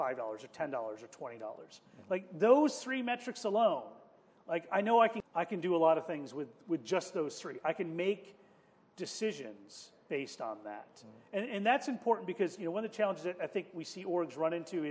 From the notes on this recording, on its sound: Nonprofit Coach LIVE at Digital Leap 2019. Held LIVE during the 10th Anniversary Digital Leap Conference in Toronto.